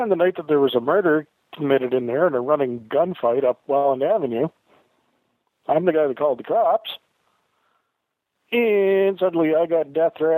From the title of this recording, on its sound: Freedomain Radio Sunday Call in Show